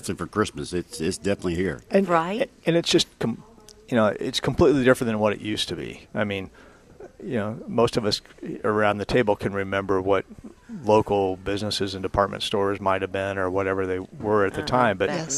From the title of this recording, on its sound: Live at Prairie Gardens 12-8-18